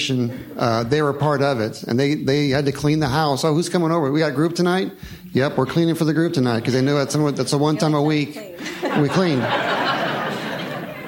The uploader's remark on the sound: A parenting seminar from the Confluence 2023 conference.